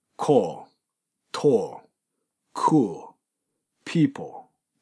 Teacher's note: 口の形は L を作るんですけども、音を出し切らない · Term: ダークエル